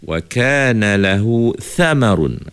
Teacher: Ada tapi so ni sikit je. Dia tak bunyi sofir. Dia tak bunyi jelas macam sin tu.